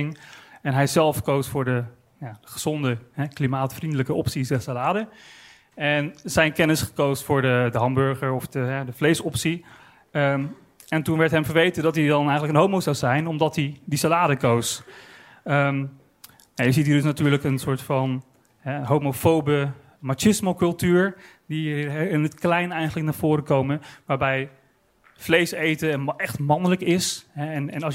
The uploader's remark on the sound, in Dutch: Op het podium van het Betweter festival